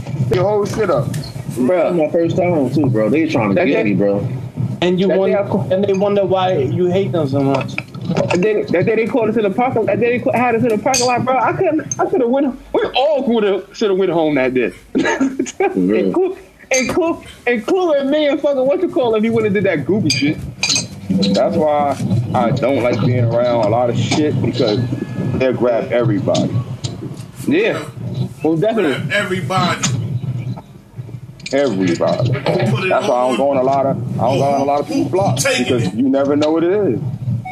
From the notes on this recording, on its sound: The gang takes it OUTSIDE.